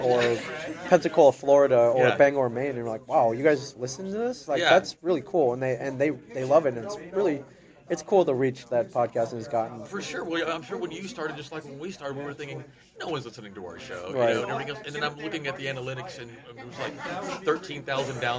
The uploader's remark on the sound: Recorded in Dallas at Marvel’s Marvelous New Year